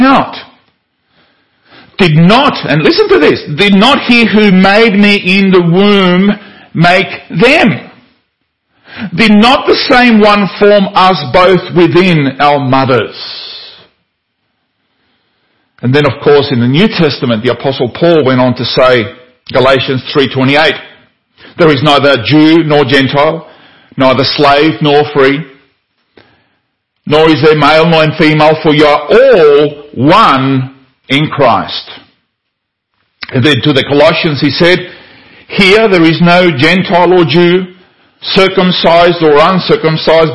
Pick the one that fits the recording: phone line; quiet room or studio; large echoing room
large echoing room